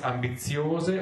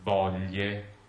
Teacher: So you can hear how much more closed the O is in the closed O than in the open O close ambiziose, open voglie.